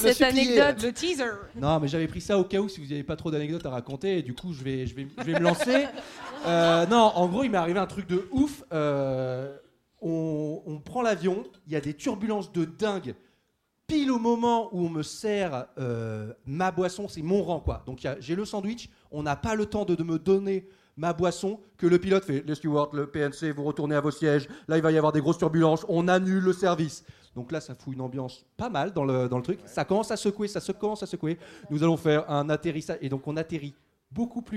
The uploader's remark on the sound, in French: ALL STARS en plublic. Sur la scène de l'Apollo Théâtre, devant 304 Touristos et Touristas de folie.